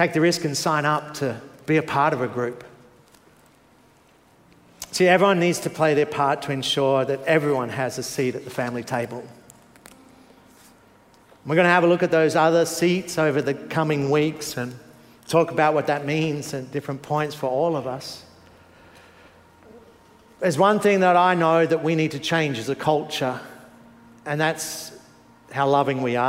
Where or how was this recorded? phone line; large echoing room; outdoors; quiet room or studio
large echoing room